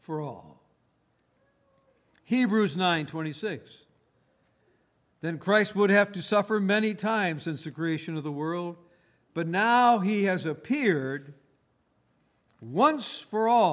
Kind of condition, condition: setting, large echoing room